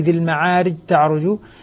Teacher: يعني أدغم الجيم في التاء · Term: إدغام الجيم